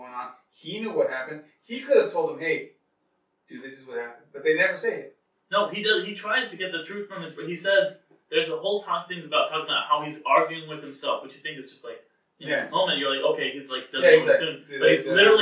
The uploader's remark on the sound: Our apologies for some spotty audio involving a nonfunctional microphone (thankfully we were able to salvage audio from a camera) and fireworks going off down the street at Disneyland.